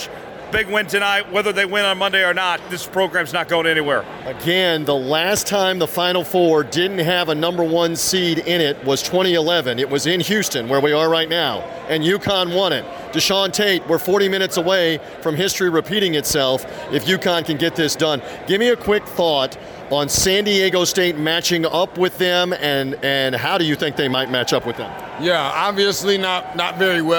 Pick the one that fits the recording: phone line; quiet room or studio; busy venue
busy venue